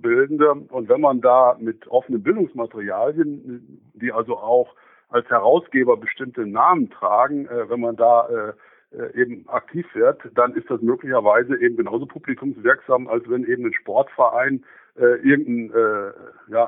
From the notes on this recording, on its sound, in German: im Telefoninterview